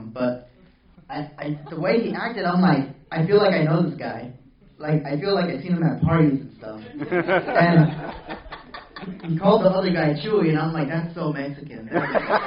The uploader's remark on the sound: Panel at Horrible Imaginings. Horrible Imaginings Film Festival 2015 has come to an end. To join me on the stage.